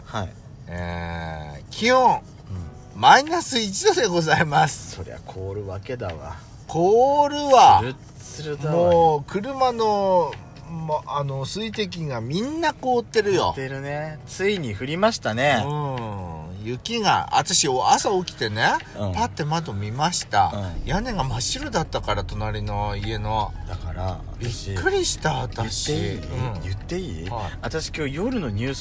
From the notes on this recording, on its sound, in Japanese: Radiotalk。パーキング収録。